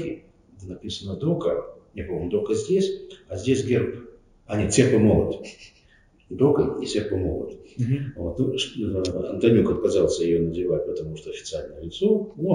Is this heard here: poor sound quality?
yes